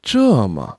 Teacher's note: 这 is a fourth tone. It's a bit exaggerated in dropping.